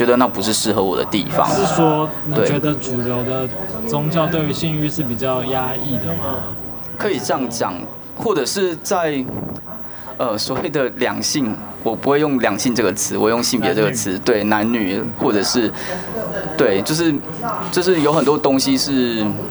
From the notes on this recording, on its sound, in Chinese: 錄音於性別友善咖啡廳 h*ours cafe。